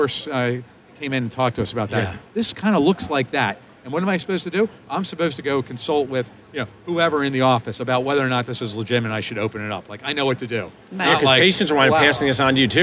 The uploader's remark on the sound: Live from the Darby booth at the GNYDM 2019.